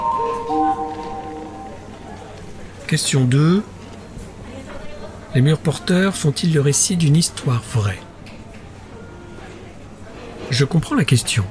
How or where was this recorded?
busy venue